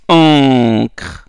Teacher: Il y a une nasalisation. Le bout de la langue, il ne touche pas le haut.